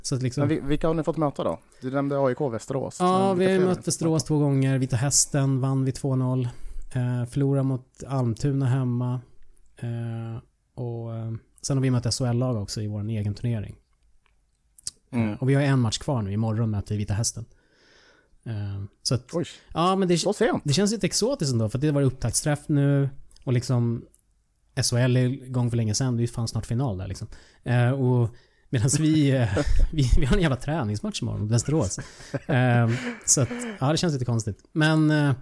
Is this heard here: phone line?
no